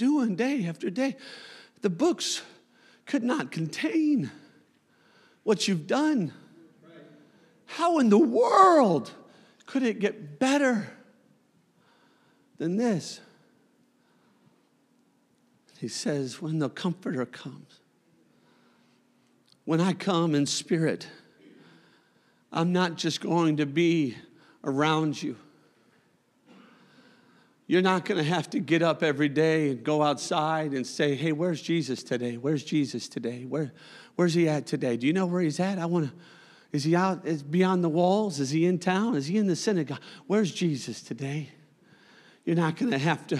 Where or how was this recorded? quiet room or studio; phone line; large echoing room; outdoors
large echoing room